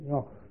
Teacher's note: supposing we take this word rock, and we aspirate the K and say roch